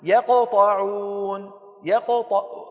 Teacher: أنطق القاف ومباشرة أهيئ فمي لمين؟ لمخرج الطاء الحرف الآتي. فلذلك يا دوب يطلع الحرف المقلقل وينتقل. · Term: قلقلة صغرى